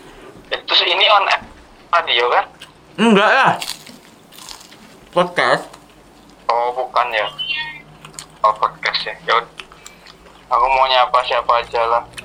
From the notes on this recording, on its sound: podcast via phone